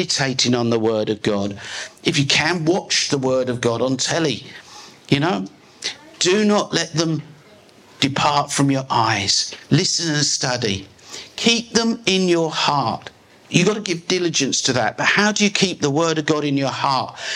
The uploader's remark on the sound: This is a live recording taken from a message preached at Glory Time Christian Center.